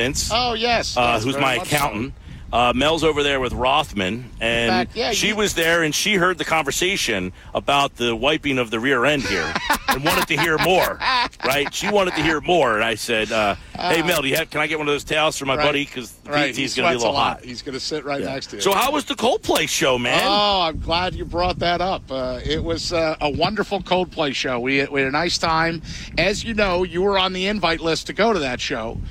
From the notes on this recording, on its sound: The full show live at the Shoprite LPGA Classic.